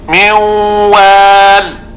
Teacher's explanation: بواو مشددة، ومع ذلك نبقي صفة الغنة للنون ميوال. هذا البقاء جعل هذا الإدغام إدغاما ناقصا، ويكون أيضا مع الياء من يعمل فتبقى صفة الغن، فهو أيضا إدغام ناقص.